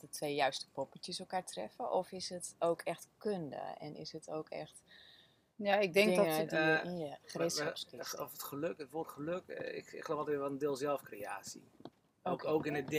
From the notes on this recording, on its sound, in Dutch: Op het heerlijke Vlieland! Compleet met meeuwengeluiden op de achtergrond.